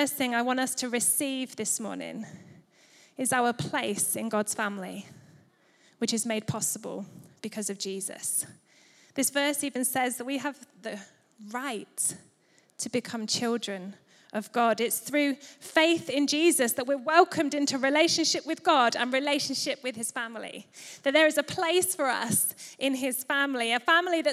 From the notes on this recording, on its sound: Recorded live at Life Church Lancashire